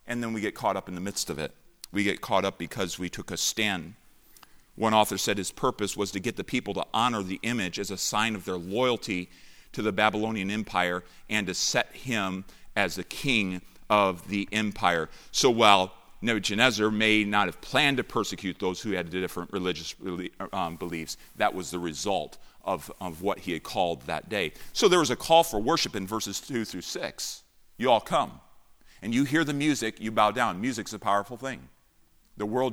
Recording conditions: large echoing room